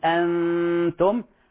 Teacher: فلا نفخم غنة الإخفاء هنا عند حرف التاء، فلا نفخمها، نقول أنتم حسب الحرف الذي يليها.